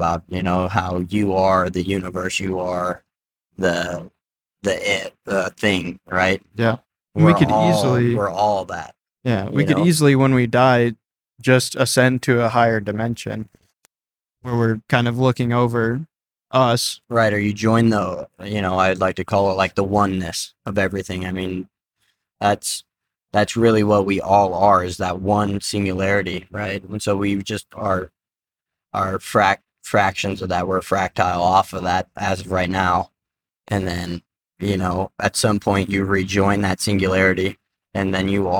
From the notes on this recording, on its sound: In total five hours of recording was captured on the ride back, so this will be a three episode series.